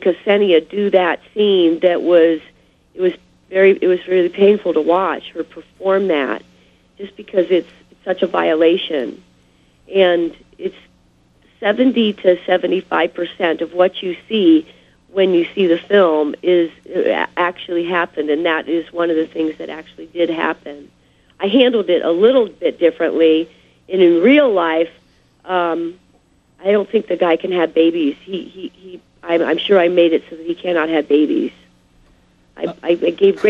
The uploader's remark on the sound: Called.